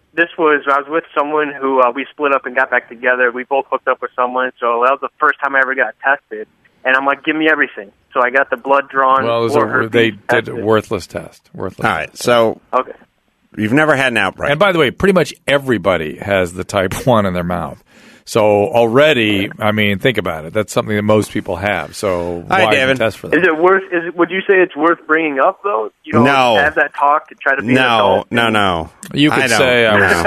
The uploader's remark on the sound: head straight to the phones this episode and speak to a variety of callers